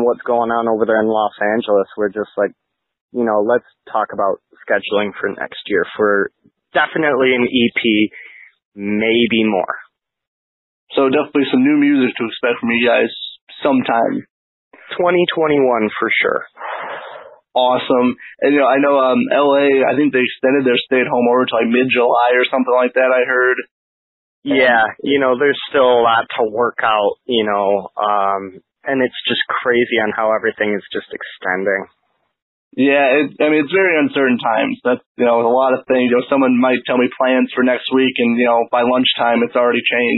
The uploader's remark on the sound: A phone interview with frontman and guitarist.